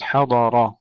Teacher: تفخيم الضاد والراء جيدا، كثير من الإخوة يقولون حضر فخم الضاد ويرقق الراء، حضر تفخيم الضاد والراء.